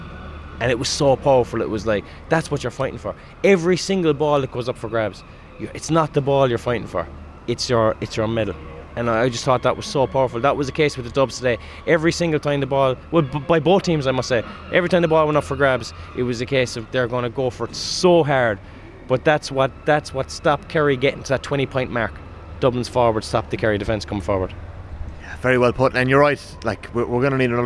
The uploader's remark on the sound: live from Croke Park